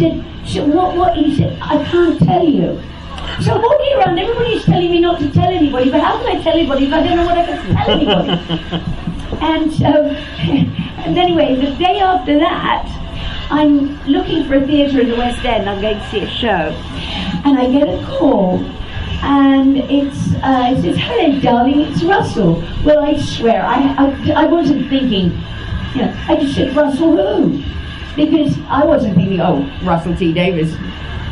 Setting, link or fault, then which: setting, busy venue